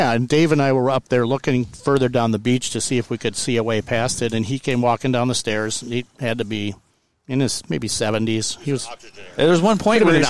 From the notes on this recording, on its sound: The premier episode was recorded at Silver Lake State Park on the shores of Lake Michigan in the State of Michigan.